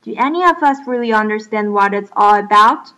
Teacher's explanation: 在最后面尾音的部分是上扬的